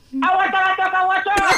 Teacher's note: Para, decirlo de vuelta cómo se pronuncia, porque no es fácil, viste que no es fácil pronunciar esto. Claro, se fusiona en una sola palabra, se dice de corrido, se junta una bocanada de aire y se dice de una.